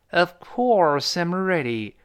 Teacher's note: of 轻读一带而过，course 重读